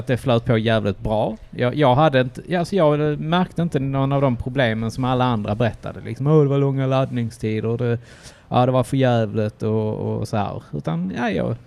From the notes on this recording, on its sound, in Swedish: I detta avsnitt träffas grabbarna på den lokala baren